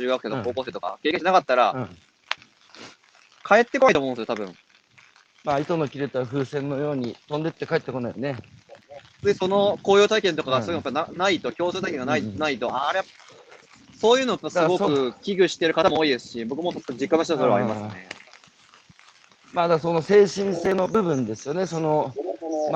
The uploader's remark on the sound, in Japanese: 歩くラジオ。歩きながら1時間、対談する。